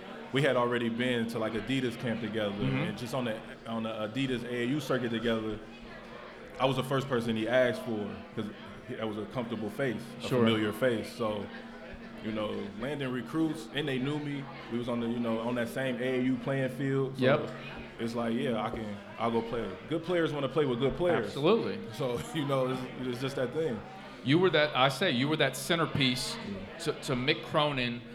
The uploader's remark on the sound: LIVE at Mio's